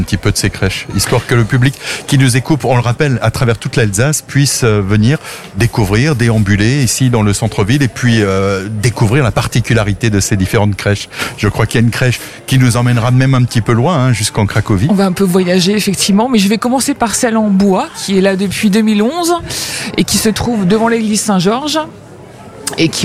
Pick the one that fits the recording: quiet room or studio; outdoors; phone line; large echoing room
outdoors